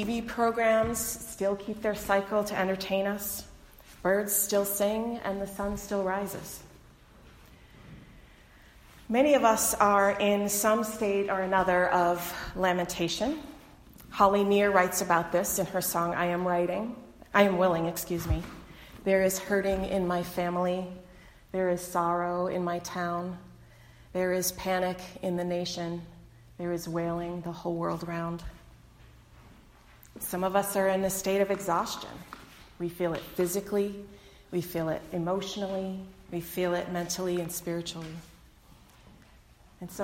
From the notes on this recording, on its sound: delivered on Sunday, February 23, 2020 at the Unitarian Universalist Congregation in Andover